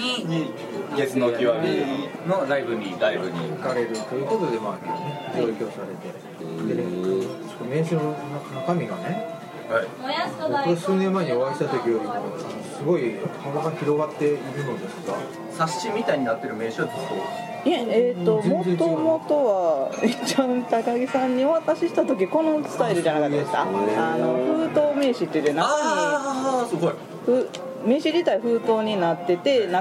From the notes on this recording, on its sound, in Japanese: 店内BGMなどのノイズがガッツリです。お聞き苦しいかもしれませんがご容赦下さい。